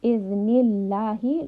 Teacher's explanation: lam in this case in the name of Allah is light